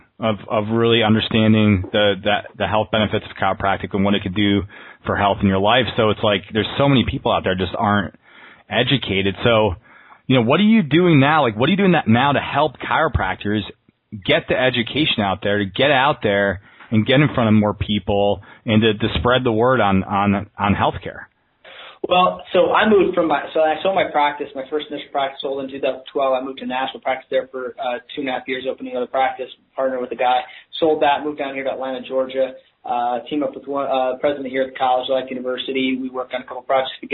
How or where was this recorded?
phone line